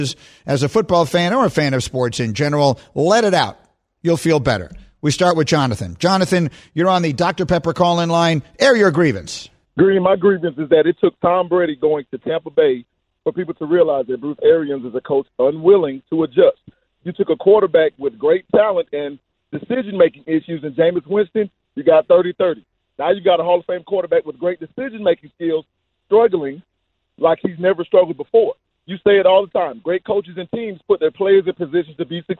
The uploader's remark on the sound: We open the phones and allow for the Airing of Grievances... In which a special caller from the past called in.